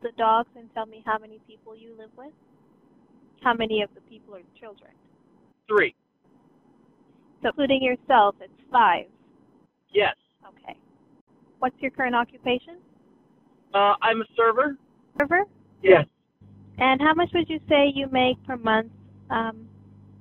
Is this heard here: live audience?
no